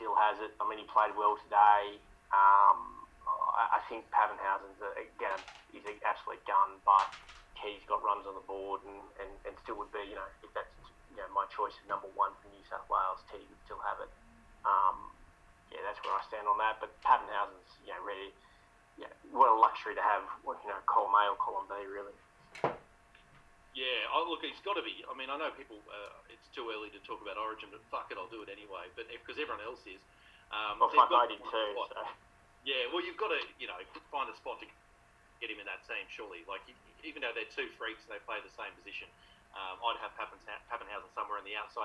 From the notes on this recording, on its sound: Today we run a special panel edition of the show through Zoom